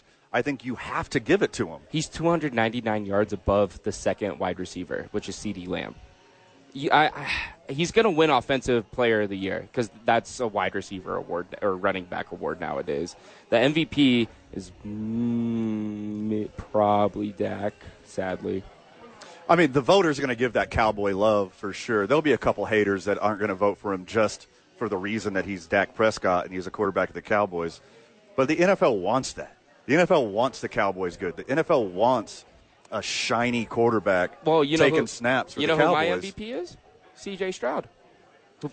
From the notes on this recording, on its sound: live at Howies!